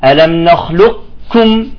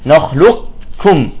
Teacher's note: الوجه الثاني أن يبقى صفة الاستعلاء للقاف